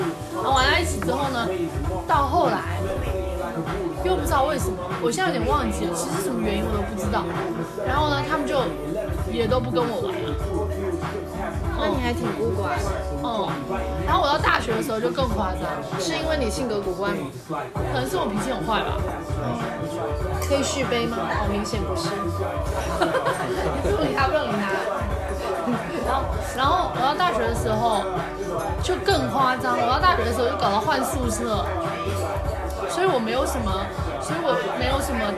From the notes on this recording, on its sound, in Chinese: 在酒吧一起聊学生时代的霸凌事件。一起在酒吧录制的番外播客。这期背景音会很吵，录音质量不那么清晰。你能忍受欢欣的酒吧音乐。